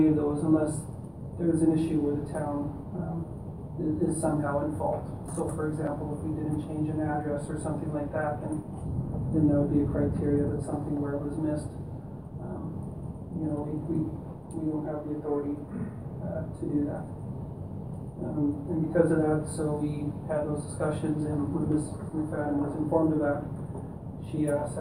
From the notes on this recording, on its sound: Audio recording of the January 22, 2018 Regular Meeting of Peace River's Town Council.